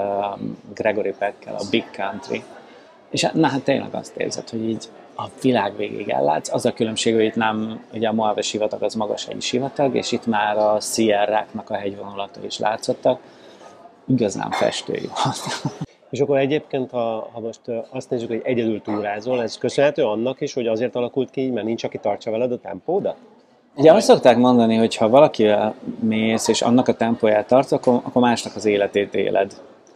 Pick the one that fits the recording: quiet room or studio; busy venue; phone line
busy venue